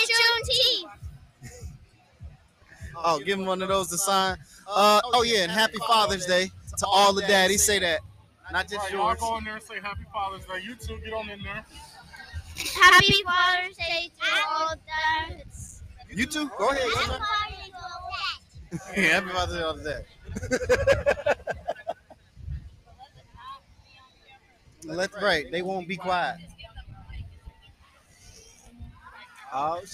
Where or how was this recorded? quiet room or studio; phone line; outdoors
outdoors